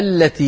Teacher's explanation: إذا بدأت بها التي بهمزة مفتوحة التي كانوا عليها.